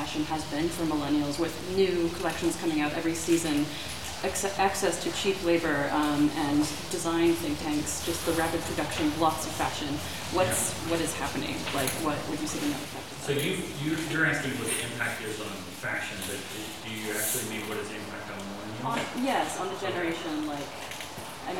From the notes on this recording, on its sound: best quality audio available